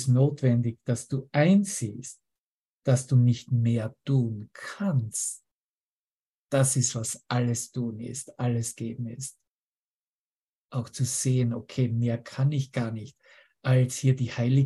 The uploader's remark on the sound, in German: Zoom-Session. Veranstaltet von der Aleph Akademie.